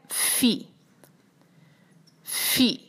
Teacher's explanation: فا جو ہے اس کو ہم سانس کی ساتھ جو ہے وہ ادا کر رہے ہوتے ہیں، کہ سانس کی آواز ساتھ محسوس ہوتی ہے، جیسے موم بتی کو بجھاتے ہیں.